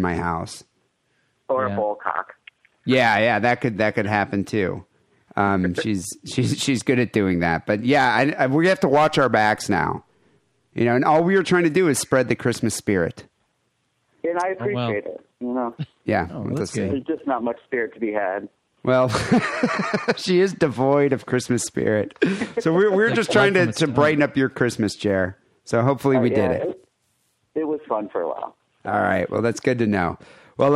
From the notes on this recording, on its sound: Phone Calls.